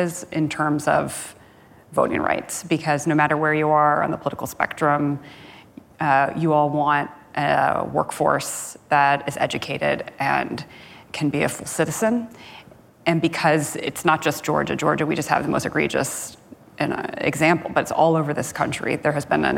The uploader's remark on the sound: Live at Code 2019